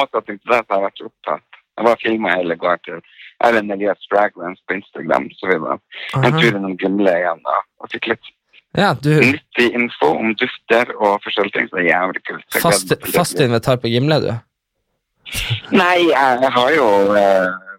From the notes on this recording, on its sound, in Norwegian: Denne episoden er spilt inn over telefon